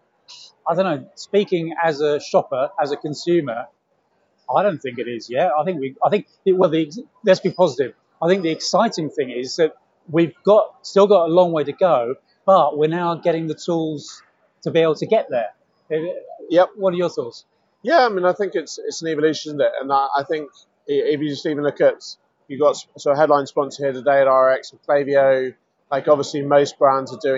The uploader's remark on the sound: At the Internet Retailing Conference.